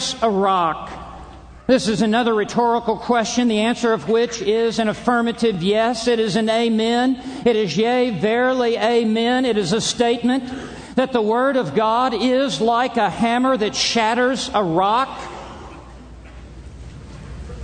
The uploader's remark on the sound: from the Shepherds' Conference - Inerrancy Summit